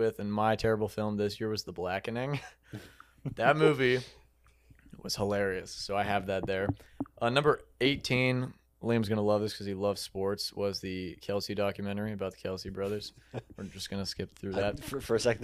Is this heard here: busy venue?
no